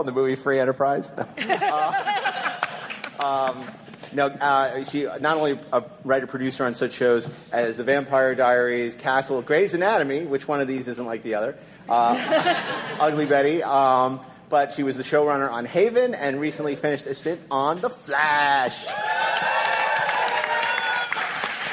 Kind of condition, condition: setting, busy venue